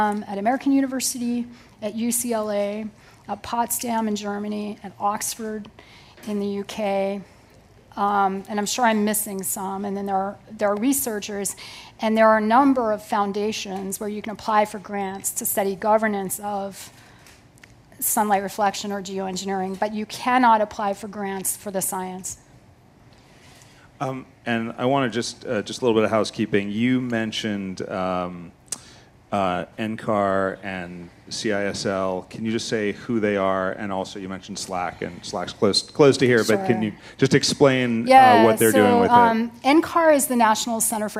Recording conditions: busy venue